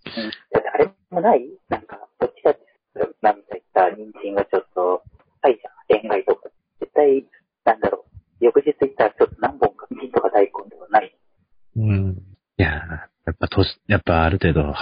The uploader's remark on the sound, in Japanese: 今回は、音質がすこし悪くなってます。